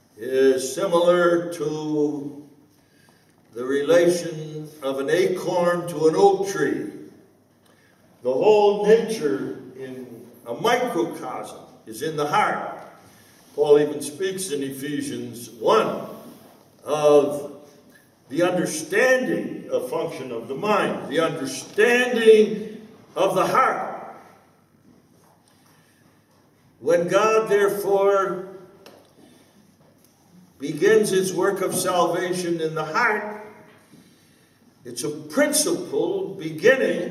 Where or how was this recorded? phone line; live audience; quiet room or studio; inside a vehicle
live audience